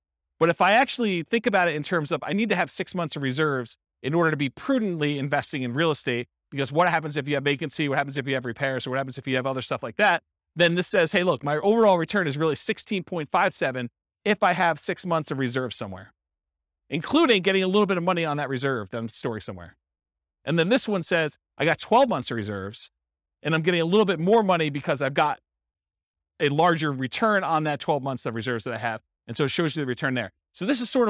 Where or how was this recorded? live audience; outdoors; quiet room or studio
live audience